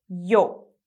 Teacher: Perceba que a parte mais forte é o O, yo.